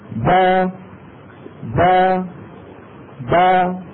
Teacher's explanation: ابتعدت الشفتان عن بعضهما هذا مخرج الباء الأصلي · Term: الباء المفتوحة